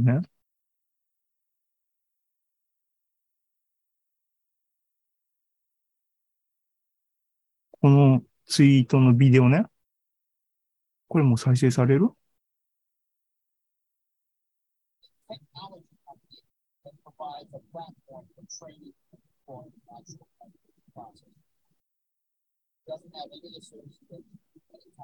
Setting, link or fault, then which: link, video call